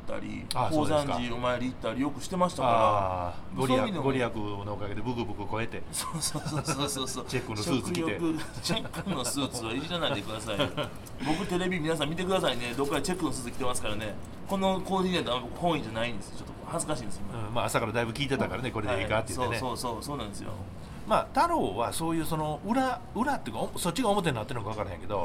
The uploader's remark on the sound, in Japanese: 奈良テレビ[はじめまして…です]のロケ撮影直前に生駒駅前で収録した。